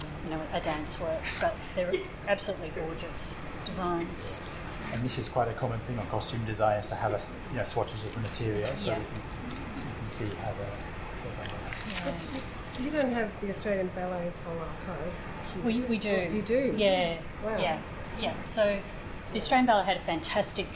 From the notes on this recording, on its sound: Melbourne newCardigan cardiParty Recorded Live. A massive tour of the Arts Centre Melbourne.